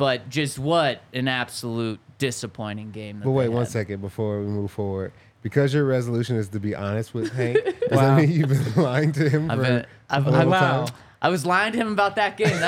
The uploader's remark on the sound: coming to you LIVE from the DNVR Bar